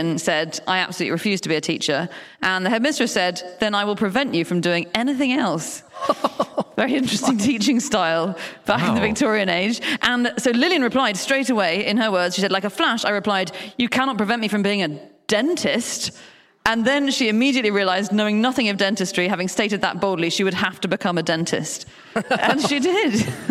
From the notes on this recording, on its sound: Live from Peterborough.